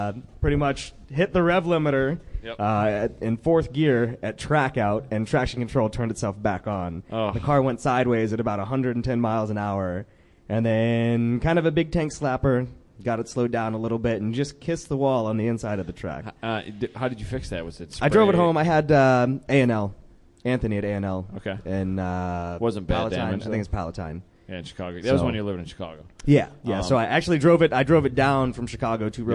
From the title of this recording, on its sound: Live from HondaMeet15